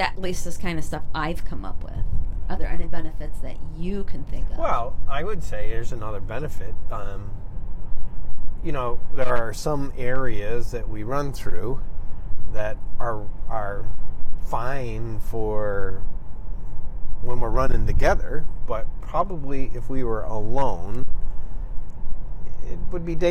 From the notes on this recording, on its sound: We are in the car, so some of the audio is not ideal.